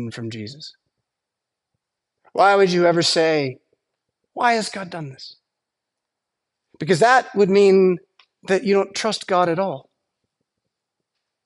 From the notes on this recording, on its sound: Preached at St Paul Lutheran Church , Rockford, Illinois on Saturday September 16th, 2023.